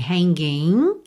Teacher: O G final de hanging não é pronunciado, certo? Você termina o som mesmo no N.